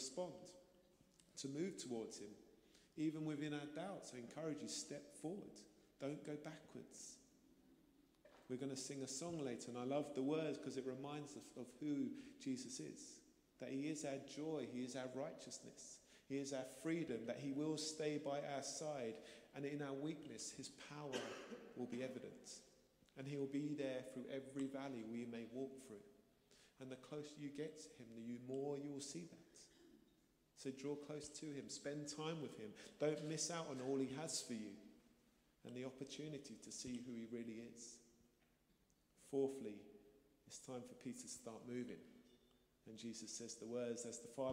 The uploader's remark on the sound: Streamed live at St Paul's Shadwell on Sunday, 7 May 2023.